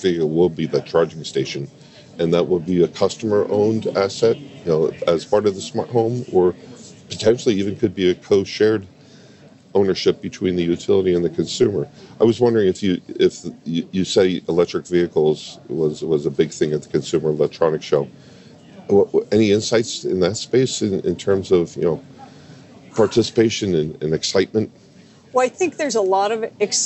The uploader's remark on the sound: live from DistribuTECH 2020 in San Antonio